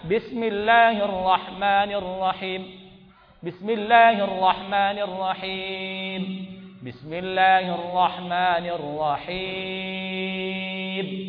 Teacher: Apabila dia biasa saja, baris biasa, kemudian mat sebelumnya, tidak pula bertasdid, tidak pula hamzah, boleh kita baca tiga macam. Boleh kita dua harakat, boleh empat harakat, boleh enam harakat.